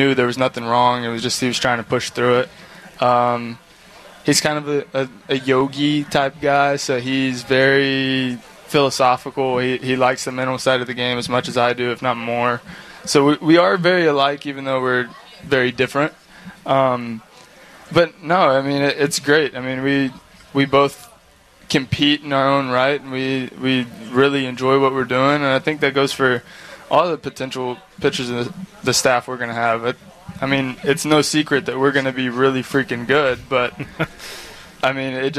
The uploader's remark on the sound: sit down live at SoxFest